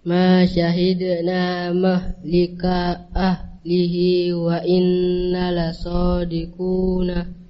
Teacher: Ulangi lagi untuk nun tasydid. Wa inna diperpanjang sedikit gunnahnya.